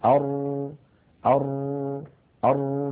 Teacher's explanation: نجد أن اللسان فيه شيء من الارتجاف · Term: التكرار